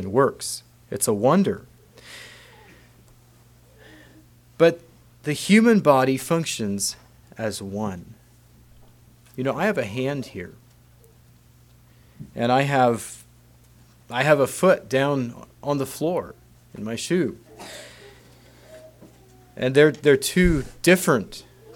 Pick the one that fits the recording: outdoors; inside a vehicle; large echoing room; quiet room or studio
large echoing room